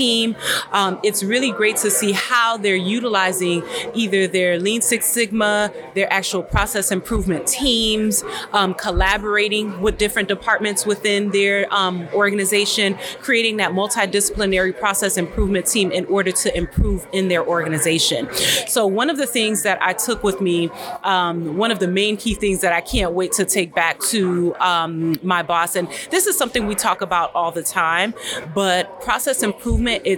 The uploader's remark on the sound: spoke with “Problem Solved” during the Healthcare Systems Process Improvement Conference 2024